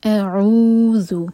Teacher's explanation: A light, عین حلق سے اور دو حرکہ لمبا. اعوذ، اس کو ہم او نہیں کہہ سکتے، عین کو عین پڑھنا ہوگا اور ذال کے لیے ہماری زبان اوپر والے دانت کو ٹچ کرے گی اور ٹپ تھوڑی سی باہر ہوگی.